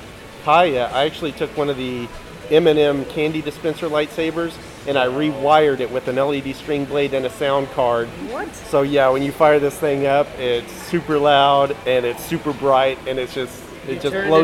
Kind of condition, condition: fault, background noise